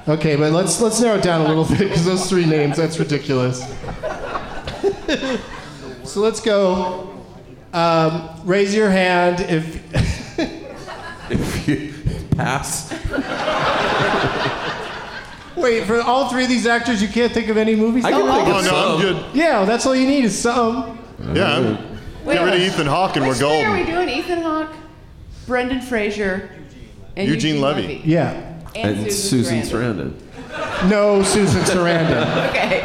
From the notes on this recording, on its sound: Live from the Variety Playhouse in Atlanta